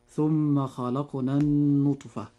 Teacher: كلمة النطفة نجد أن حرف النون في هذه الكلمة عليه شدة وضمة، وهذا الحرف المشدد أي النون يجب إظهار غنه بمقدار حركتين